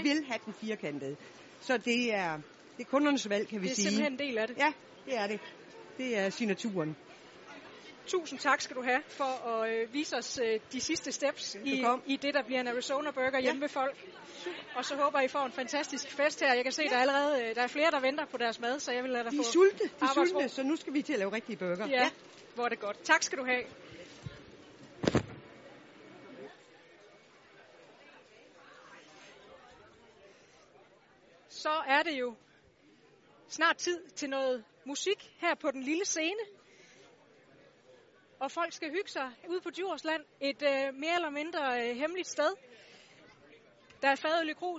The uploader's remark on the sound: Live hjemme fra den legendariske Burger Madsen